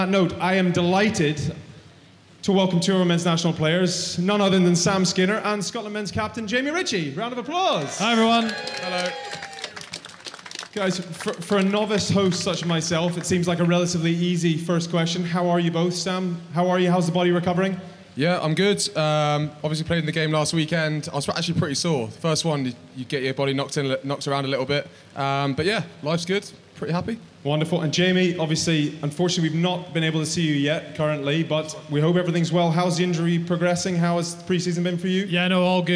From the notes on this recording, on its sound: There is also a special segment from The Famous Grouse Clubhouse. With live audience.